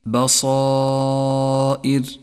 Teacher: المثال التالي: لاحظ تفخيم حرف الألف في كلمة بصائر. بصائر، جاء حرف الألف في هذا الموضع مفخما لأنه سبق بحرف الصاد المفخم، والألف تتبع ما قبلها في الترقيق والتفخيم.